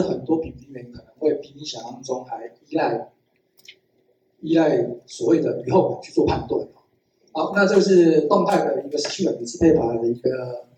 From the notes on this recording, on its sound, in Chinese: 本集為 ITCE 2023 茶與咖啡感官分析新趨勢研討會，10/20 實踐大學現場錄音。研討會現場。